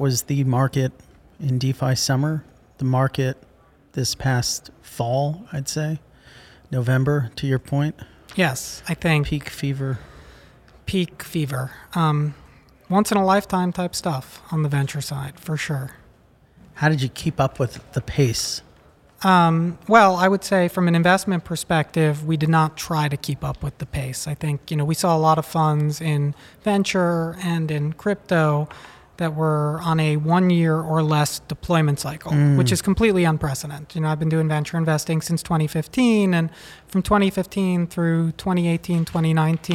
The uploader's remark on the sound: recorded at Messari Mainnet 2022